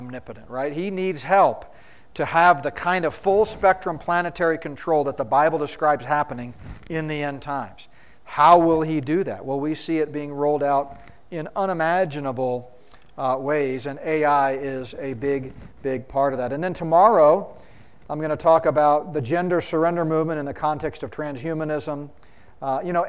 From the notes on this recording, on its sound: spoke at the 2023 Solid Bread Prophecy Conference in Fort Collins, CO.